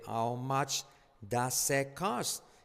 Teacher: La H casi no se dice.